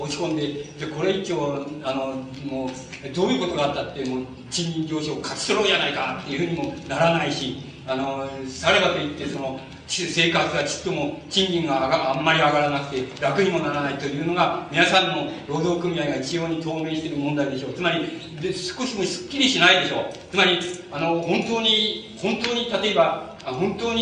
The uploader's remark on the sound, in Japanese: 音質：２。主催：自治労山口県職員労働組合下関支部 場所：下関市水産会館。音質はあまりよくない。